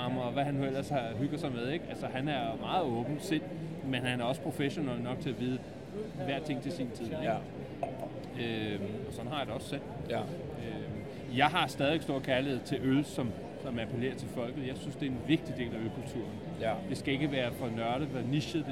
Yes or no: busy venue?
yes